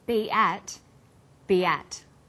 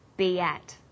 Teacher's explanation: B ends with the vowel sound E, and at begins with vowel a. Linking these words together with the y sound, we have be at.